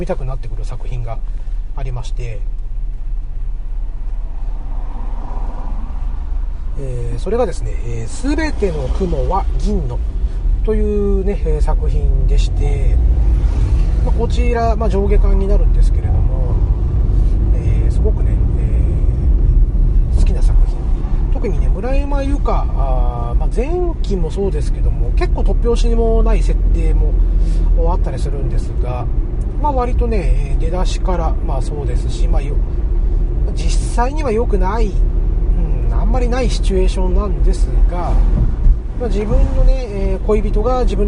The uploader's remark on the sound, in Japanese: 今回は、車中録音しておりますので、少し聞き取りにくいかも知れませんが、ご容赦下さいませ。